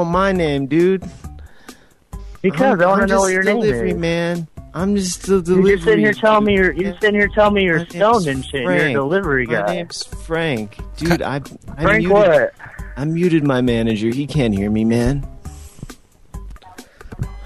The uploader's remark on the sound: RBCP's Personal Prank Phone Calls Collection